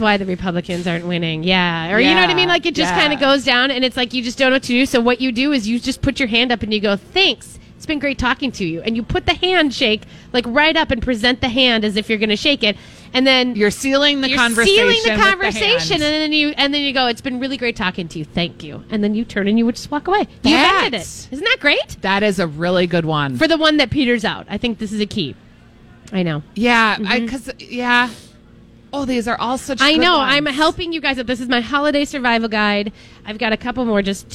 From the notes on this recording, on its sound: Live Broadcasting at EL Burrito!